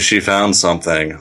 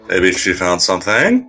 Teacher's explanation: That was a question, by the way. No descending cadence. It has to go up at the end. · Shown in: second take